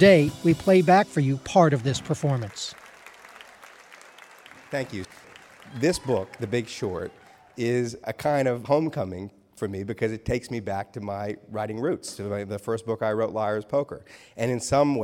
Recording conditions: live audience